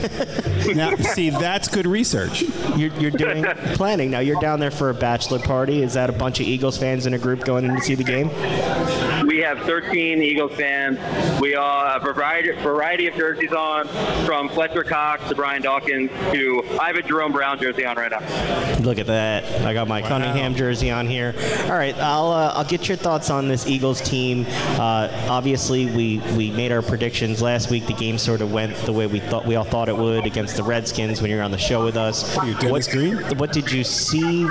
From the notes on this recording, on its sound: Live at TBS